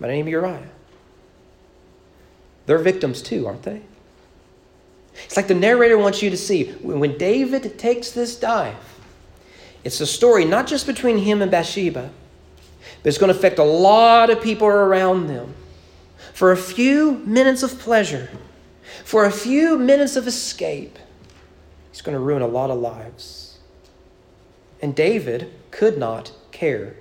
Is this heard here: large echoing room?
yes